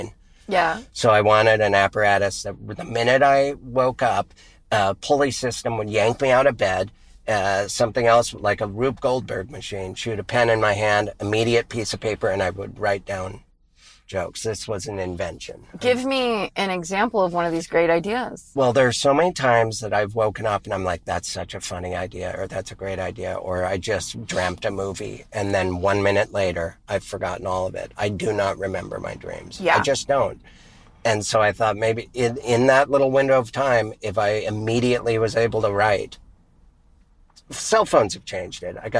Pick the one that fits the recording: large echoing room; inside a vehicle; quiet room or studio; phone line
inside a vehicle